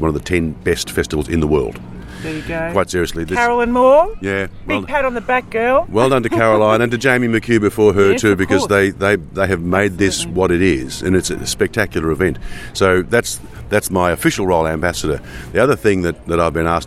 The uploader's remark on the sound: in the green room at the 43rd Port Fairy Folk Festival